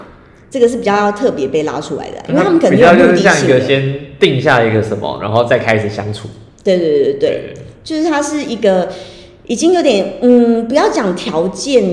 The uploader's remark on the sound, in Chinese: 我現在上架才發現錄的時候回音有點重。